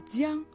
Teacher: Цян – «река», произносится в первом тоне